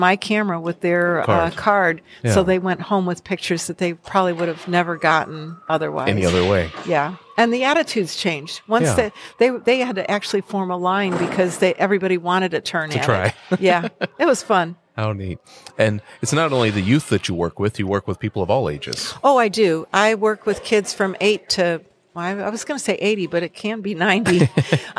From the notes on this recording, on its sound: We recorded it a few hours later in the Birding Bazaar on the last day of the festival - where booths were being dismantled in the background. I apologize for all the noise.